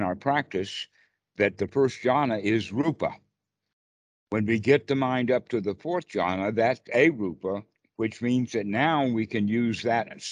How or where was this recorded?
video call